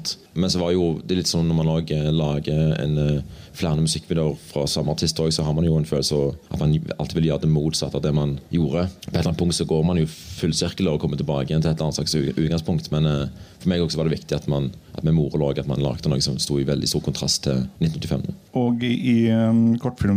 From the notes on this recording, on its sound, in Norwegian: Live fra Ramaskrik. Har vært på Ramaskrikfestivalen i Oppdal og har kjørt på med Filmmagasinets aller første live-podcast!